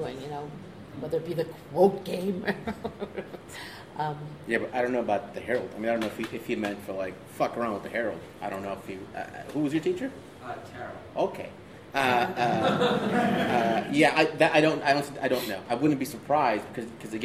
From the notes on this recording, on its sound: A panel discussion about Del Close. At the iO Theatre in Chicago. Answer questions from the audience.